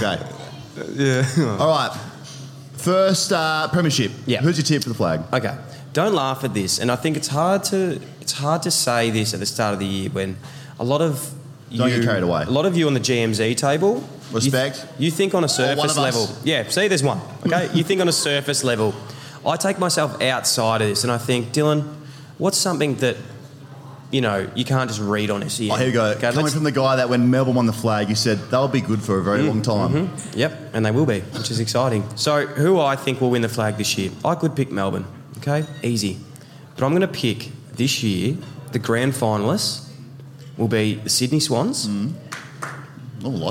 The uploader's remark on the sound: We report live from the Pub at Crown with a massive AFL Season preview.